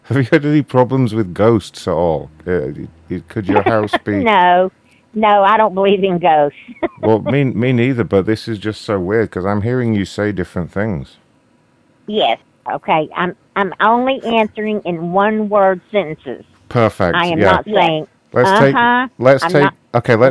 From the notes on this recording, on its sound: For some reason many people did not want to pick up the phone today, possibly because of the late start. We also disrupt some conferences as usual and there’s lots of good banter while we spend ages listening to the phone ring.